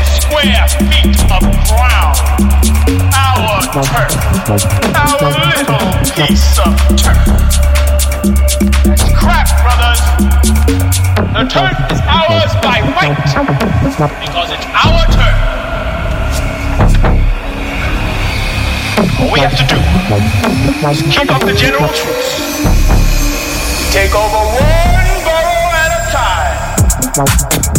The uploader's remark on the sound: LIVE from Essex House in DTLA